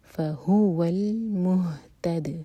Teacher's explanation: یہاں پر رکیں گے تو دال کو ساکن کریں گے تو دال پر قلقلہ ہوگا